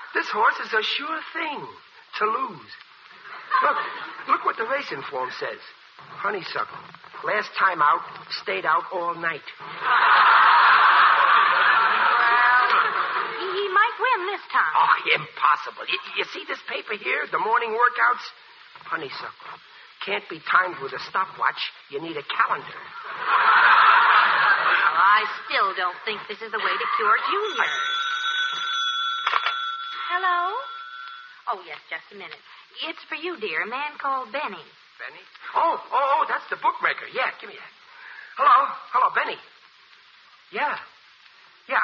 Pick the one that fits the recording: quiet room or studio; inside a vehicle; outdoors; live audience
live audience